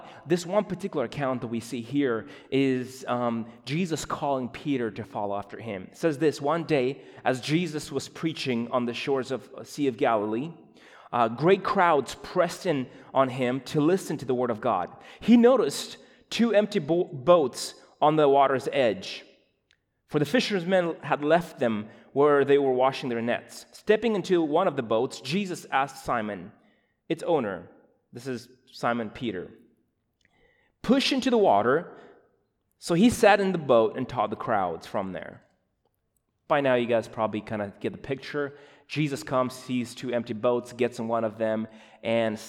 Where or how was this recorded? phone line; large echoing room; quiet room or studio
large echoing room